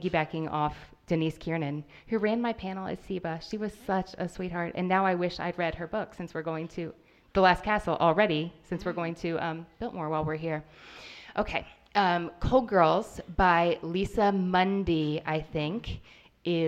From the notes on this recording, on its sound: What Should I Read Next LIVE from Asheville. Malaprop's Bookstore in Asheville, NC. A WSIRN liveshow! For SEVERAL guests at the live event.